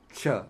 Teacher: the CH is also pronounced like English CH, but with a little puff of air